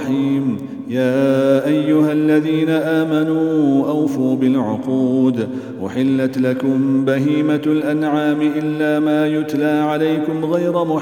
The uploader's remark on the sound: at the Houghton Masjid (West Street)